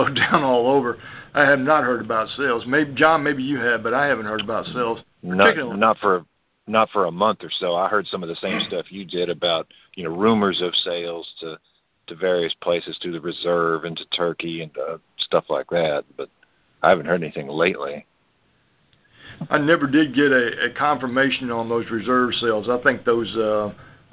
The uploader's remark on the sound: Monthly Conference Call